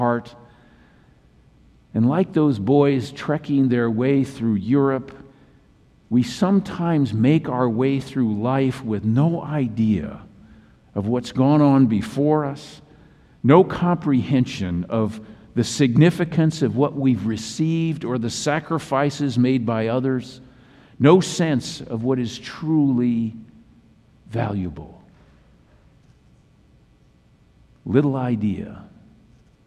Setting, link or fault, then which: setting, large echoing room